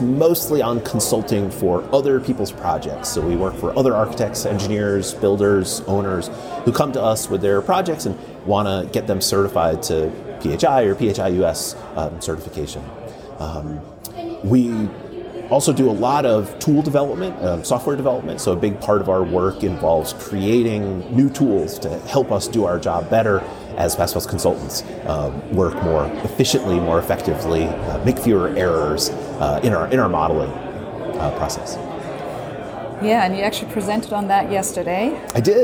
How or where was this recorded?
busy venue